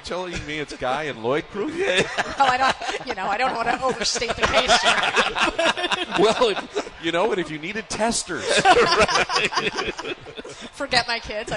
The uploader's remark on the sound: live from the Parade Company Pancake Breakfast